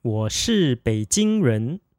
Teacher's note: Beijing comes with a third tone followed by a first tone